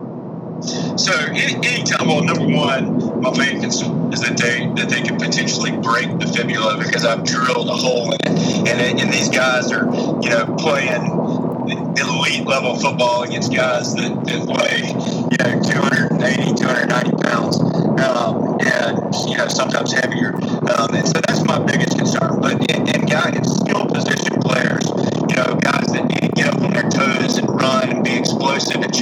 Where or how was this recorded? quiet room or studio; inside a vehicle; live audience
inside a vehicle